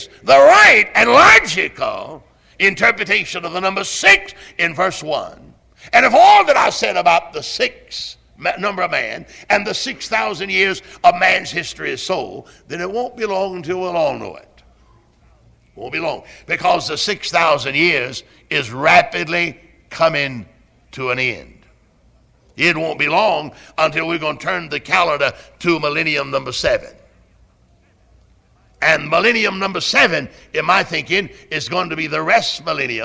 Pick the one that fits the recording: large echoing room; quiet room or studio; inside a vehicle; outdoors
large echoing room